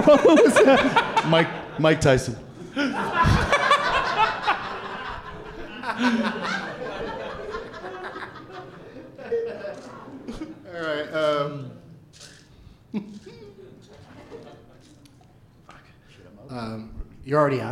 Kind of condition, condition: setting, live audience